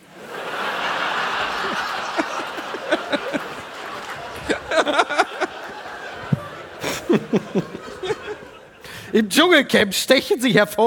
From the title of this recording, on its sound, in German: live aus Köln